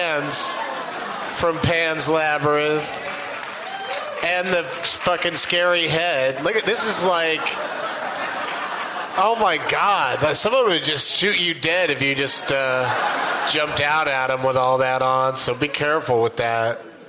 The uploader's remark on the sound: Live from the Gramercy Theatre in New York City